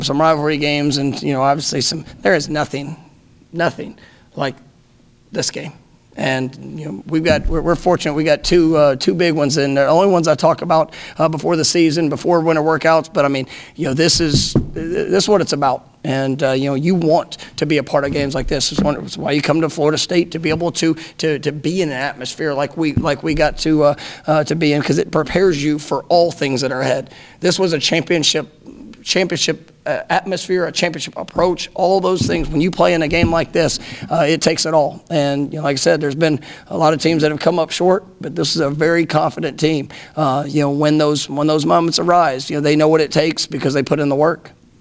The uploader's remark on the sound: Postgame press conference after win over Miami.